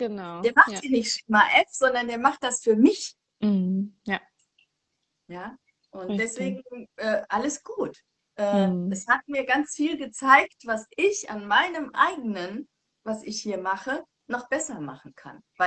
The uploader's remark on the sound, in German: die ich auf live auf Instagram geführt habe